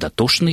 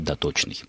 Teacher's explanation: сочетание «чн» в старых употребительных словах произносится как «шн» · Shown in: first take · То есть «дотошный» — это бывший «доточный».